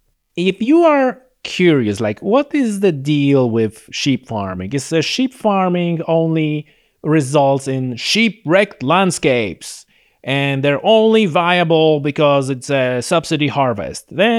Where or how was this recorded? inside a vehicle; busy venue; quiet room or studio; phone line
quiet room or studio